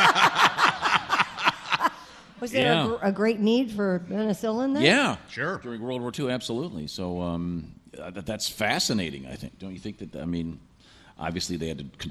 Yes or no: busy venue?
yes